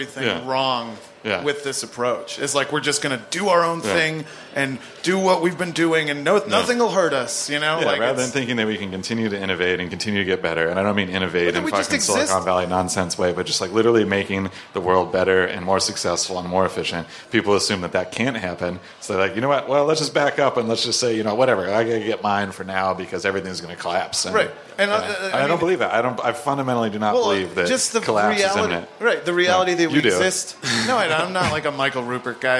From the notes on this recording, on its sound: LIVE PODCAST. The Radio Motherboard crew recorded a podcast in front of a live audience at the Work x Work On Air festival. Special thanks to Brooklyn's Wythe Hotel and work x work ON AIR, a pop up live streaming radio lounge that explored creativity and storytelling.